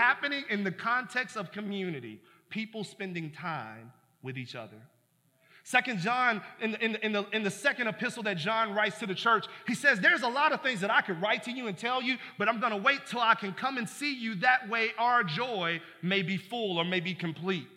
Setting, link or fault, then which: setting, large echoing room